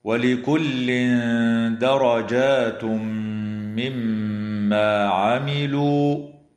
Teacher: وتغن الميم المشددة من كلمة مما